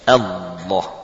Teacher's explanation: Sehingga tergantikan lam dengan wawu atau tersisipkan huruf wawu di antara hamzah dan lam Allah, ya. Langsung lamnya dibaca dari tepi lidah menempel ke gusi